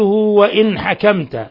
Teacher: وإن حكمت، نون ساكنة جاء بعدها الحاء حكم التجويد إظهار حلقي، إظهار حلقي لأن الحاء من حروف الحلق جاءت بعد النون الساكنة